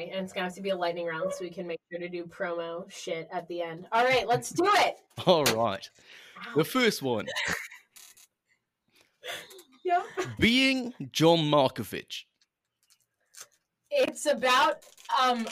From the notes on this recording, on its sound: We apologize for the funky audio this week, we had some strange technical difficulties